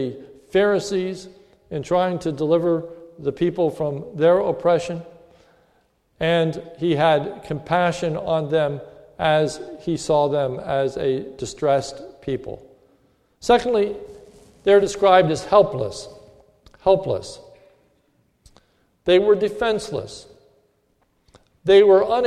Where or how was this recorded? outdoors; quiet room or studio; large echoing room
large echoing room